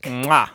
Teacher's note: But if you ever need a sophisticated term for the sound of a kiss, you can always use the one that linguists use, which is bilabial lingual ingressive click